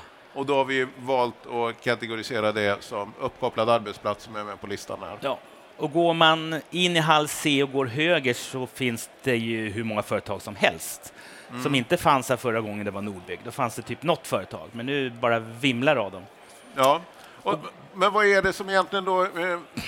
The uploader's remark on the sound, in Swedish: Nordbygg Live. Sänder live från Nordens största byggmässa.